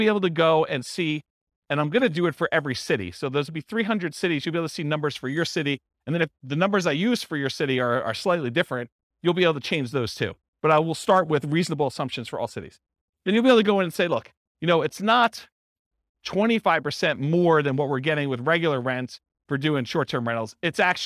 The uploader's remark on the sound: This was a live class recorded